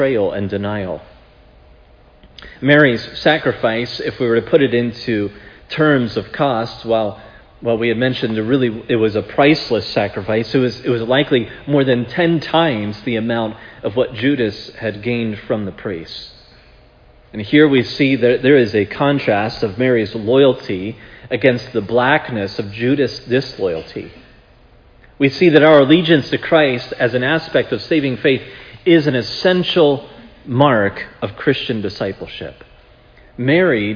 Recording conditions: large echoing room